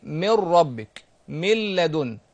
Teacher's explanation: وعندنا القسم الثاني اللي هو الادغام بغير غنه، اللي هو في حرفين فقط في اللام وفي الراء. يعني نقلب النون او التنوين الى حرف راء وندغمها في الراء اللي بعدها، او الى حرف لام وندغمها في اللام اللي بعدها · بدون اي غنه، بدون ما نعمل غنه في الادغام